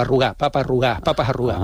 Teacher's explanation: la pérdida de la D intervocálica